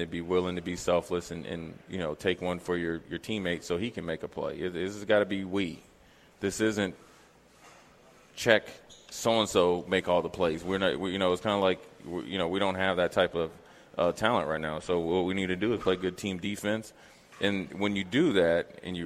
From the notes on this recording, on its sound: LIVE from Mary Ellen's.